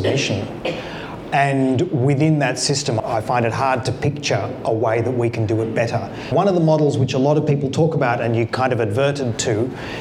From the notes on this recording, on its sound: He was in conversation at the Taproom in Castlemaine. With an extended Q&A with the audience.